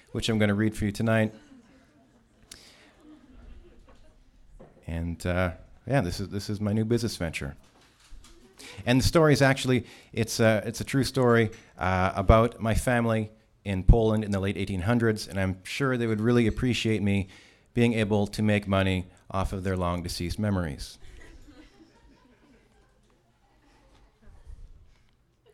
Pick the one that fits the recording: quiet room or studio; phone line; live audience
live audience